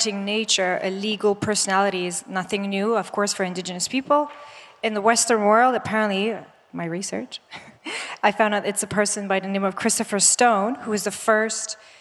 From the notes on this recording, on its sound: This audio file is an excerpt from ChangeNOW 2022, The World's largest event fot the planet, held May 19-21.